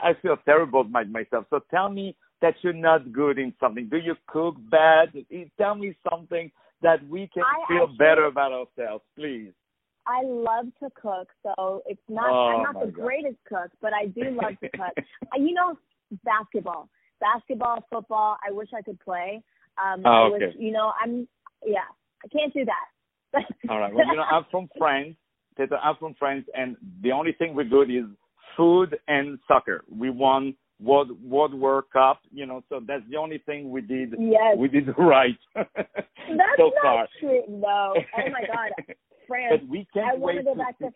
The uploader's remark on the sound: On the phone